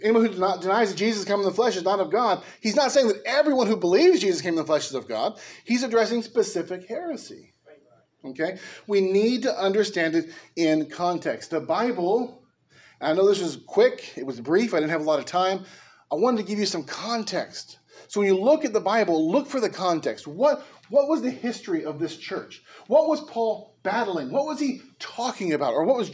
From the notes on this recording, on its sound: A message preached at Liberty Baptist Church in Norwalk, Ca.